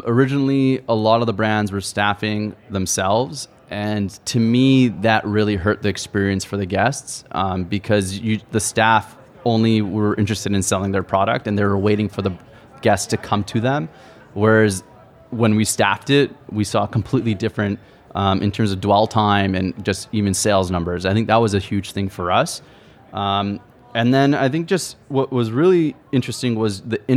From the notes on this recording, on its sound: This episode was recorded in front of a live audience at the ICSC New York Deal Making conference.